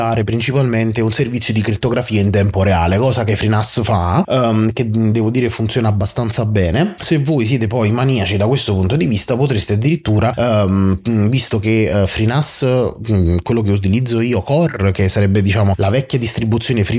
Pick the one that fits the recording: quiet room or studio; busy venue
quiet room or studio